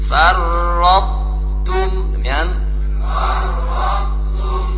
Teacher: maka tetap dibaca to-nya namun hilang sifat qalqalahnya. · Term: idgham naqis